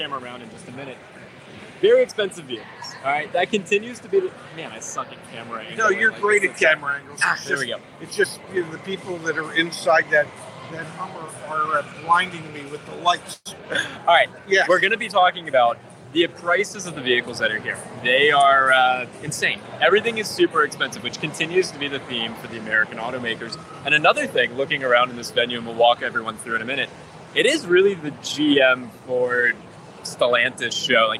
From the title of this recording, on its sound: LIVE FROM DETROIT AUTO SHOW